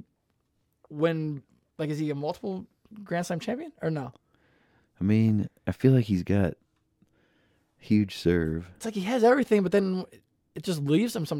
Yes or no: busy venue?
no